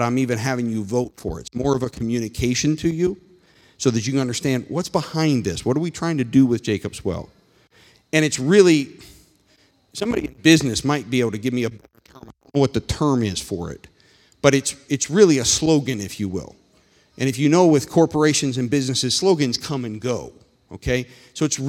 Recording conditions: large echoing room